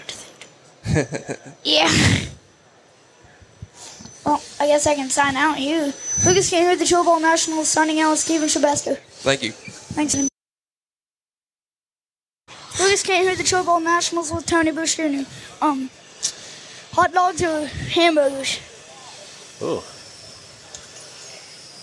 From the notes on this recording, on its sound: From the 36th annual Chili Bowl Nationals. Does a pit walk to catch up with drivers for some fun and random interviews.